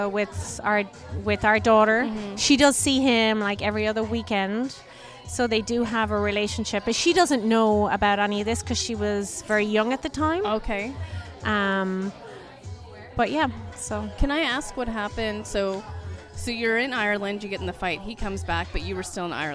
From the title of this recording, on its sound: LIVE from That's What She Said Event